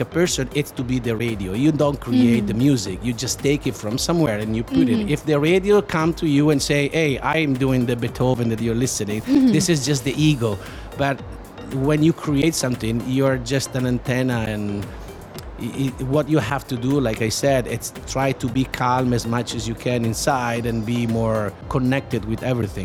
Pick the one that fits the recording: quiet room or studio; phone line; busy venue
busy venue